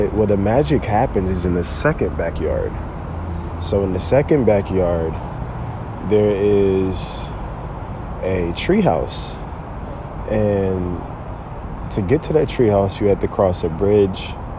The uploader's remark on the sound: This podcast was recorded from a tree!